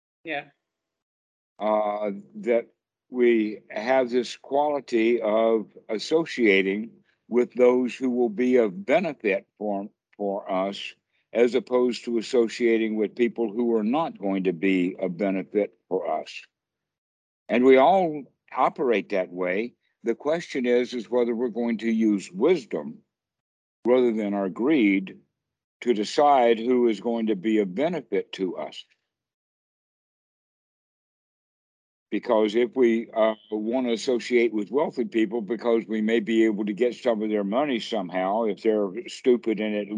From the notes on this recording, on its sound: skype calls on this channel